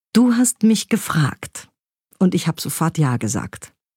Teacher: eine völlig andere Wendung nimmt die Textauflösung beim Betonen, wenn wir das Wort gefragt akzentuieren